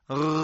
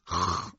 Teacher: جهرش رو کم بکنیم تبدیل میشه به خ